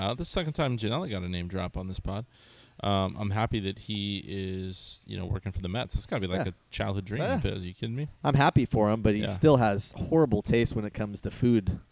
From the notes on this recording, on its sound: the guys reunited at Alesmith